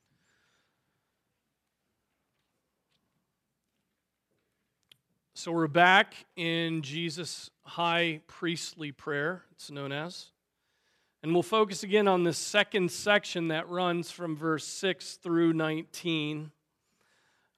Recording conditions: large echoing room